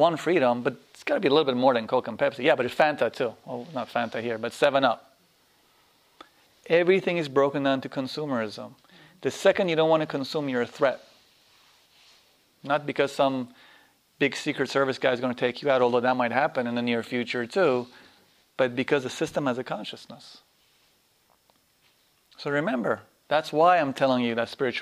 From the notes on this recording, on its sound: This workshop was recorded on August 7, 2010, at Omega in Rhinebeck, NY. This is the second day of a three-day workshop.